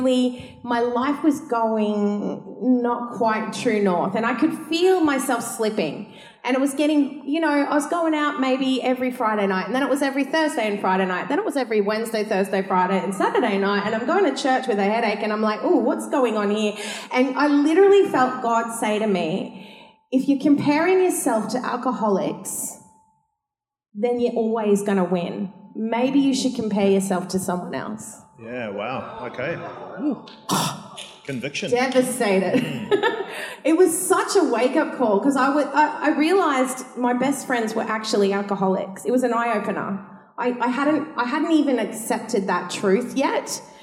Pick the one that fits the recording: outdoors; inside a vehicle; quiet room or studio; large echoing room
large echoing room